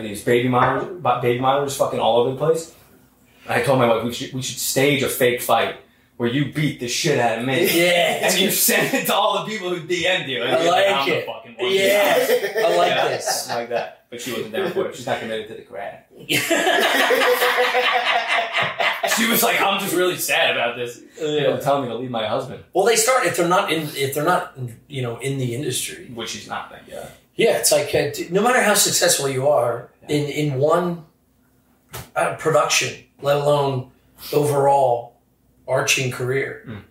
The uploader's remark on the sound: I remastered the back up audio and hope its tolerable.